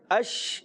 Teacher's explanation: شین کے اندر تفشی پائی جاتی ہے، منہ میں آواز پھیلتی ہے، آواز آتی ہے اش.